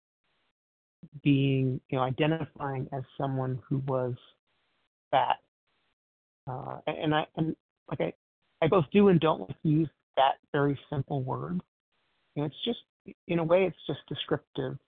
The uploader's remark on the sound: 100 Pounders Phone Meeting